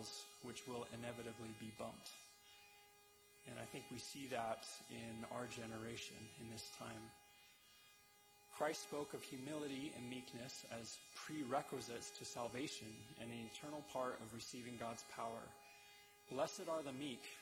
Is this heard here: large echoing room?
yes